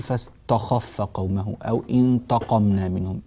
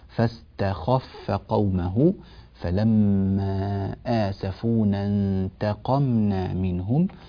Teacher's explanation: كذلك مما ننبه إليه ترقيق التاء في كلمتي فاستخف قومه انتقمنا منهم · Shown in: second take · لا نقول فاستخف قومه أو انتقمنا منهم، رققوا التاء جيدا بارك الله فيكم، فتقولون فاستخف قومه فلما آسفونا انتقمنا منهم فأغرقناهم أجمعين.